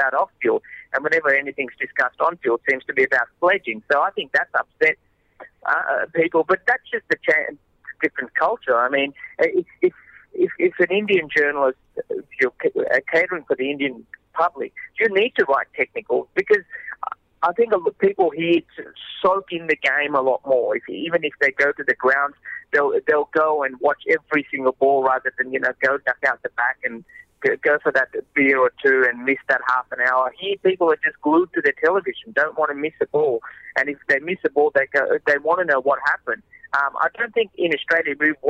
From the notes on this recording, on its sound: phones in from Ranchi